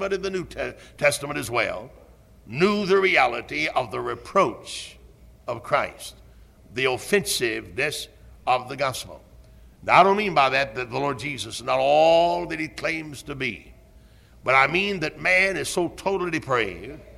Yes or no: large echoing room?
yes